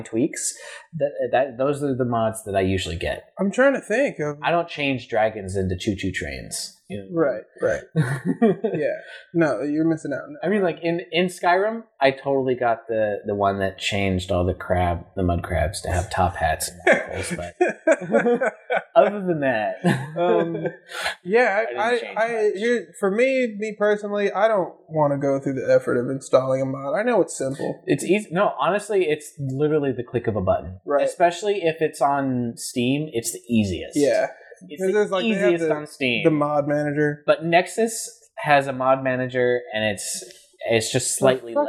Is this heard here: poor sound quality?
yes